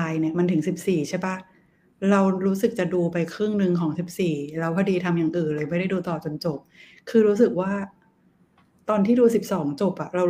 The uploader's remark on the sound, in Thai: รายการนี้เป็นการทดลองนำรายการสดมาบันทึกเสียงเพื่อลงในเวอร์ชันพอดแคสต์ ทำให้คุณภาพเสียงไม่ได้สมบูรณ์แบบมากนัก มีการพูดซ้อนกันเป็นระยะๆ